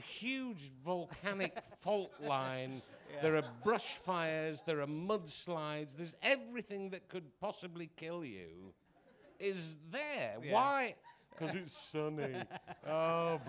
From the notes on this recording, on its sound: Leicester Square Theatre Podcast. Great Yorkshire Fringe.